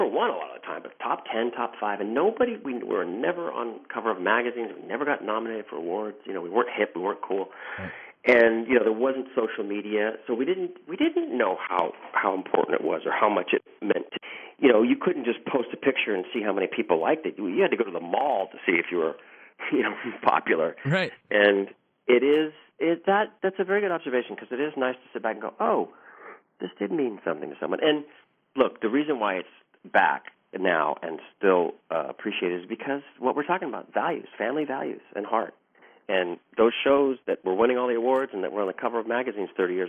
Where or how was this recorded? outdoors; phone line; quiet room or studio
phone line